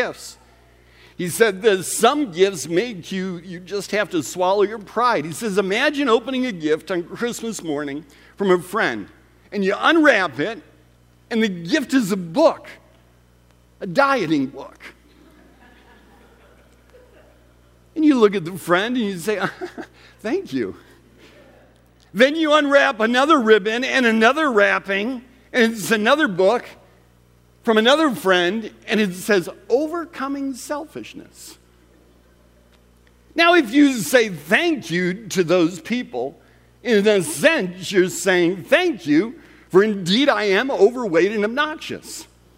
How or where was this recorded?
large echoing room